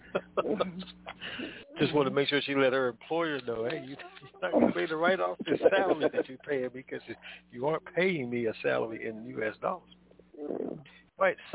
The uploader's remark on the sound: TNTSuperfantastic Conference Call